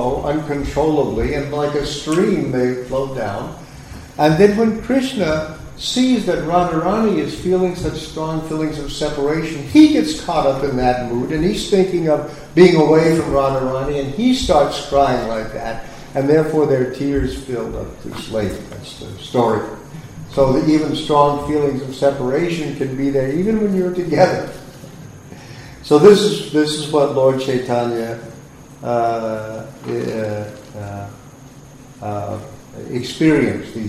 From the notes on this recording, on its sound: Sunday Feast lecture at ISKCON Philadelphia